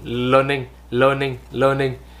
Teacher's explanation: thiếu hẳn cái âm R đấy đi. Mà các bạn Mỹ luôn luôn có âm R đấy, learning, learning, learning.